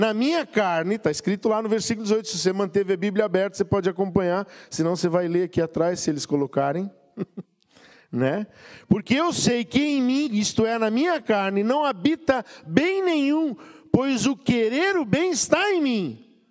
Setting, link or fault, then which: setting, large echoing room